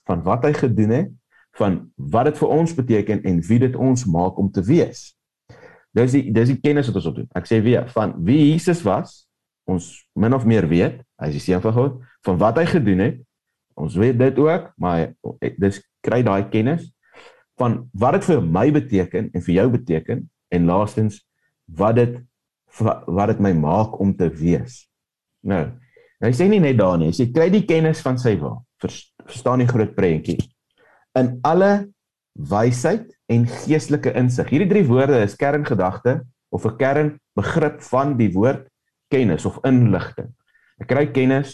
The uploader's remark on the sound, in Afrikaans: Manne van die Woord Zoom Byeenkoms